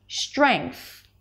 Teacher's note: You may hear people pronouncing the SDR consonant cluster with a sh sound.